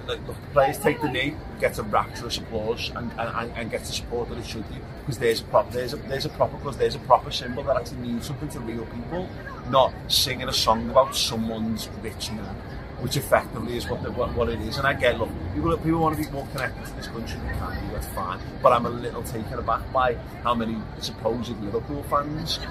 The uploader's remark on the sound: Outside Wembley once again, the morning after Liverpool beat Chelsea to win the FA Cup Final!